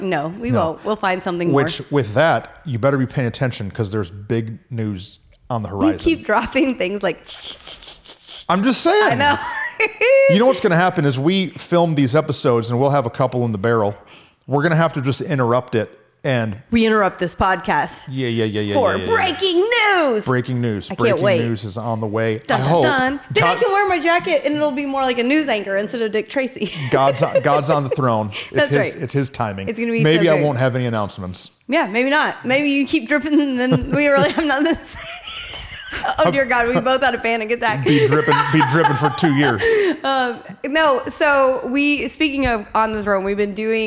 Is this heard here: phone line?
no